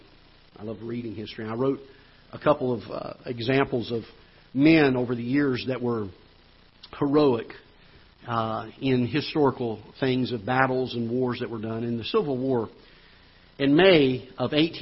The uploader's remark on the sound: Ketha Heights Baptist Church ~ Live Broadcast